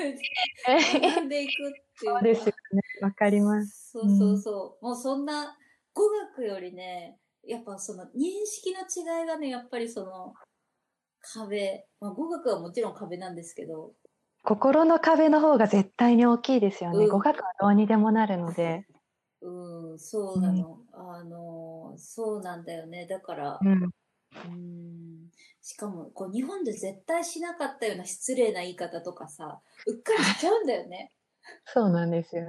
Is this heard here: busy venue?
no